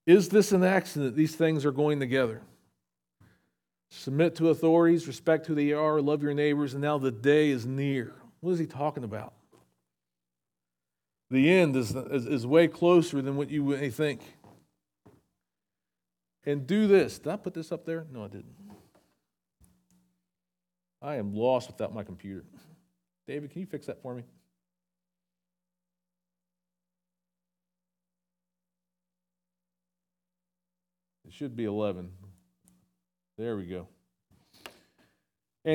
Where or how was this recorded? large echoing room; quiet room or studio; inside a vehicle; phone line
large echoing room